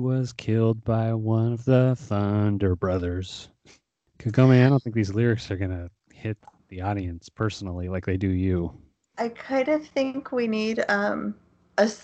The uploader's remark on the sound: decides to make the podcast even harder to listen to by trying out a new microphone.